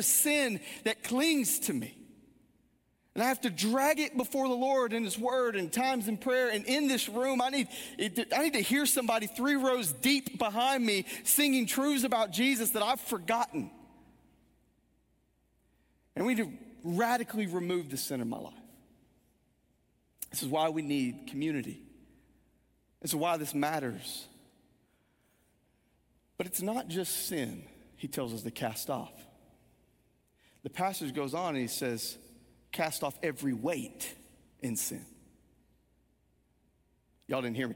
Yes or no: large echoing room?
yes